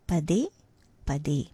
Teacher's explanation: The de is stressed equally, both ways, pade, pade.